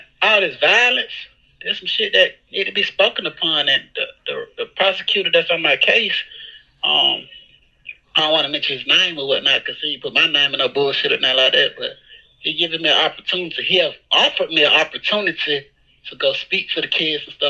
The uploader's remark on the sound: Phone Interview